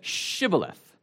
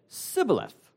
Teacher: if you were east of the Jordan, you said it with the sh · Shown in: first take · You said shibboleth.